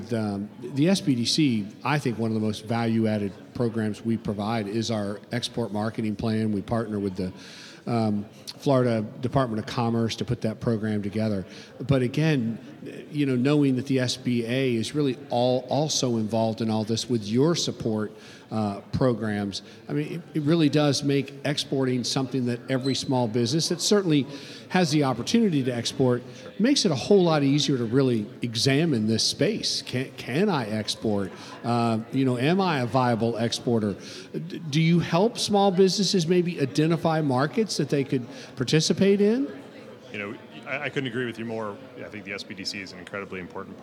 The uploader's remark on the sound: Broadcasting live from the Florida Association of Government Guaranteed Lenders Conference. Recorded live at this year’s FLAGGL Small Business Lender’s Conference hosted at The JW Marriott Orlando, Grande Lakes.